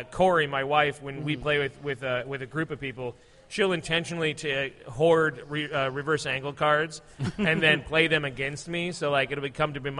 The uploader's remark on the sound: Recorded Live at Indy PopCon 2017.